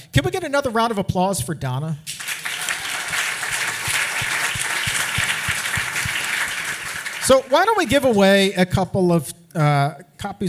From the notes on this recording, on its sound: Exam Room LIVE in New York. The Exam Room LIVE hits the stage in New York!